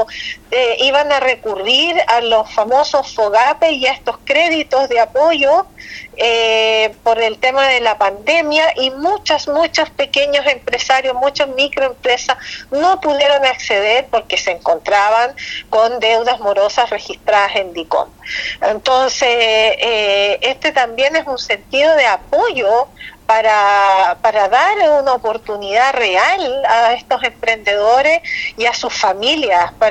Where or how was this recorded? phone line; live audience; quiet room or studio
phone line